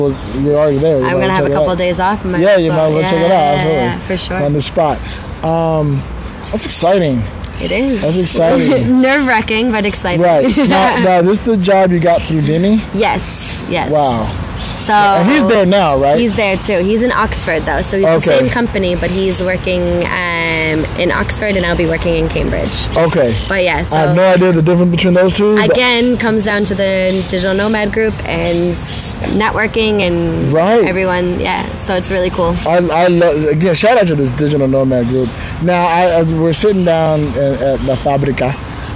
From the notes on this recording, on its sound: Recording from a park bench in Malaga Central